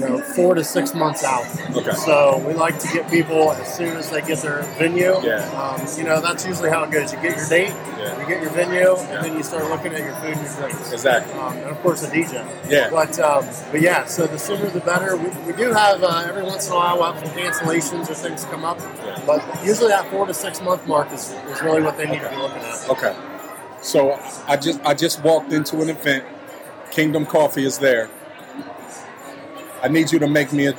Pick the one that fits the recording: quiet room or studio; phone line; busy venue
busy venue